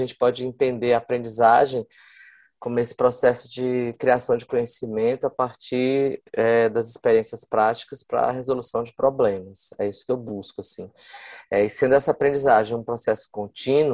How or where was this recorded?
video call